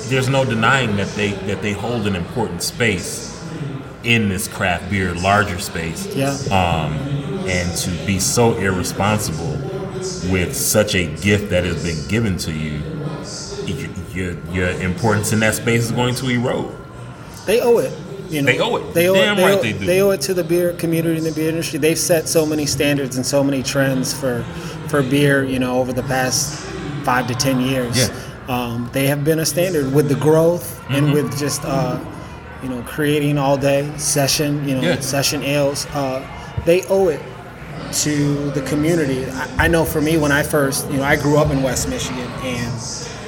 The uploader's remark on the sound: Live from Eastern Market Brewing.